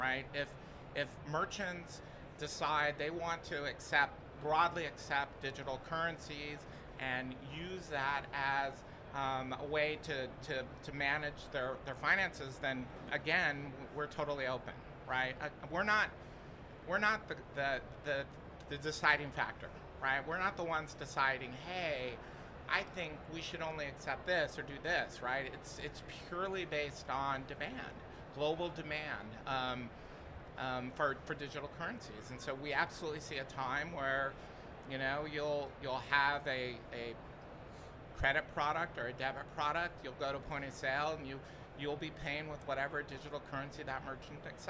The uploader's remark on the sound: Recorded at Money 20/20 in October 2022.